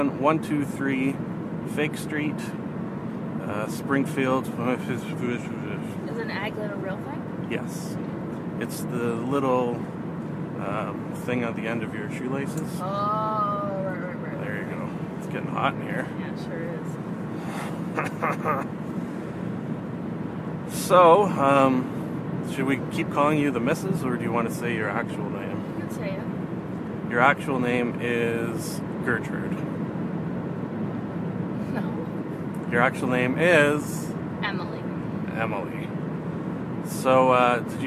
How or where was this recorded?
inside a vehicle